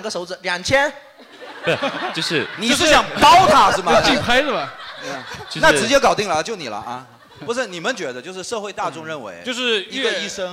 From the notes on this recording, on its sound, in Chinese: 到场的各位医生们给现场观众问诊